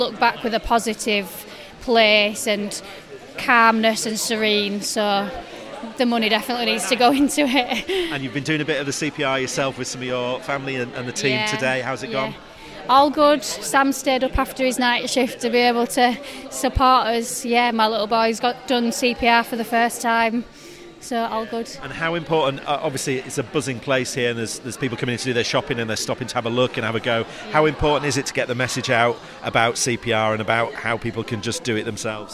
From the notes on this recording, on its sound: Highlights from our outside broadcast at the Airedale Hospital Charity's CPR-a-thon, held at Morrisons in Skipton on Saturday 17th February 2024.